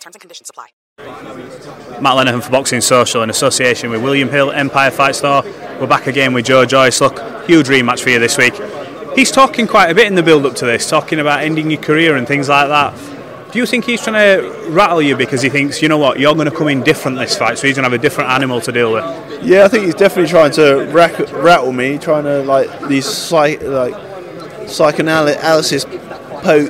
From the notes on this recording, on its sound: at the final press conference